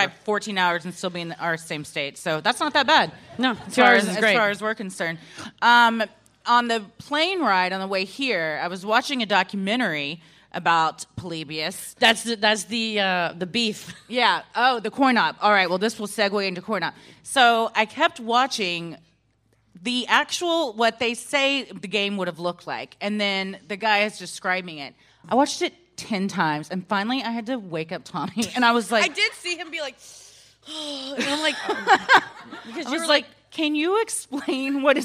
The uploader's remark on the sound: Recorded Live at Helium Comedy Club - Portland.